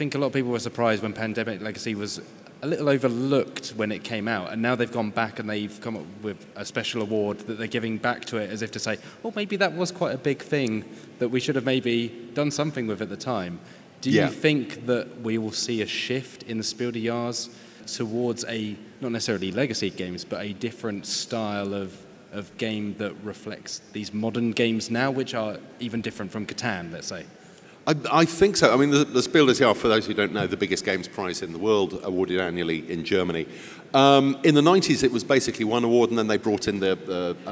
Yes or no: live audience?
yes